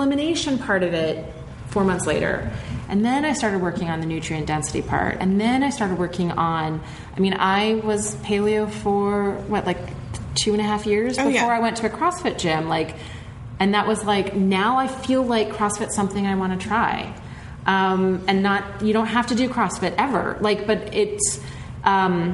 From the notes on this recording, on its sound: In this episode, it's the second part of our LIVE show!